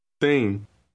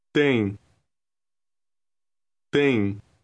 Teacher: The M at the end of the word is lightly pronounced and indicates that the preceding vowel is nasalized.